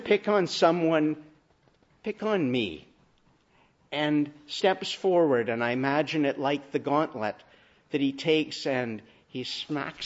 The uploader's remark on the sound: Morning Service. Preached in the Annunciation of the Blessed Virgin Mary on Passion Sunday (Lent 5).